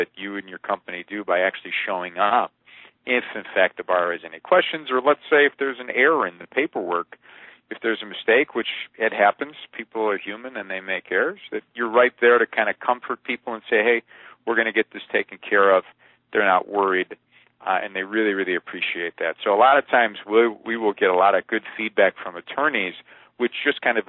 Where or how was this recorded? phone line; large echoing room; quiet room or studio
phone line